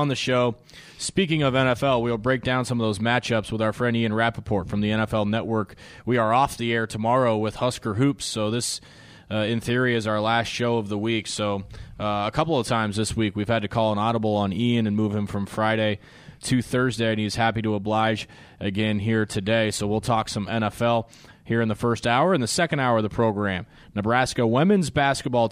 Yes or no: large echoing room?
no